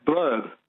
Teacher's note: It's a schwa in the middle, even though it's UR. Blurb. Well, if I say it quickly, it's blurb.